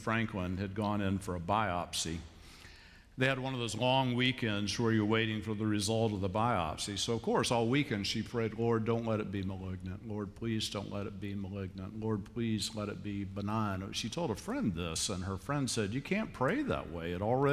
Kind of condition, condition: setting, large echoing room